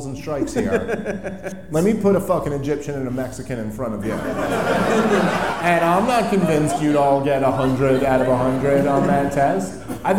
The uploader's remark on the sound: Live From Houston! The guys take question from the audience!